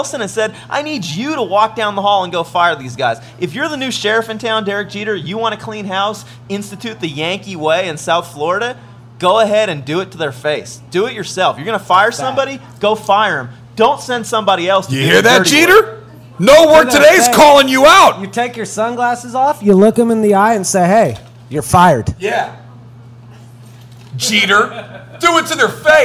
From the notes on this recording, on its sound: shot on location at McGee's in Alameda